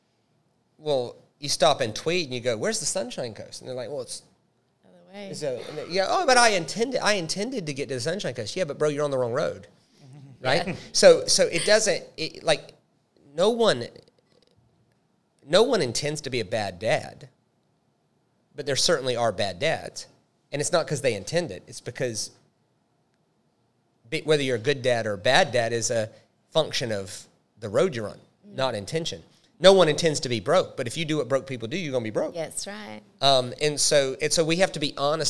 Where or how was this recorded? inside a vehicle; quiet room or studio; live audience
live audience